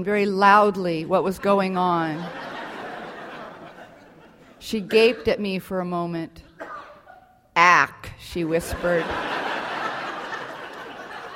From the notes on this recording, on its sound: This show was recorded in front of a live audience at the Yerba Buena Center for the Arts in San Francisco, with help from KQED-FM, during the 1998 Public Radio Conference in San Francisco.